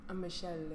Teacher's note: She just drags out the L sound a little longer.